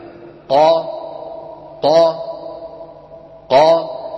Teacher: يعني لو قيل لك انطق قافا مفتوحة تقول هكذا قا قا قا، هذا قا كم عمل؟ هما عملان، العمل الأول عمل مخرج القاف اللي هو أقصى اللسان، وصاحبه مخرج الألف اللي هو أم الفتحة